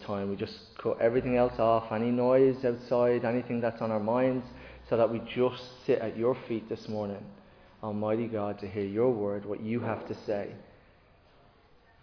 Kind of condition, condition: setting, large echoing room